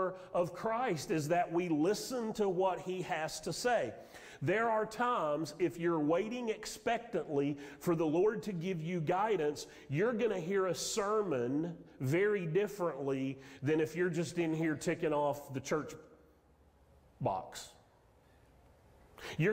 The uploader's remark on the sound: Sermon audio from Mission Church in Locust, NC.